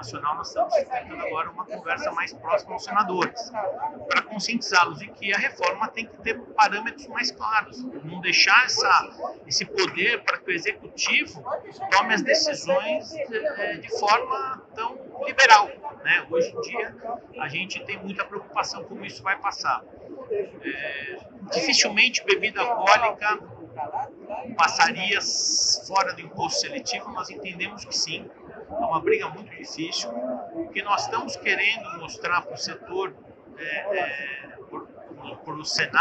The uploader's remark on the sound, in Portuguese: Pedimos desculpa pela qualidade do áudio, que foi gravado em meio a ProWine.